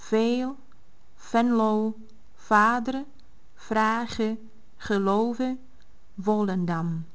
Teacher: Souhláska v vyslovená jako f.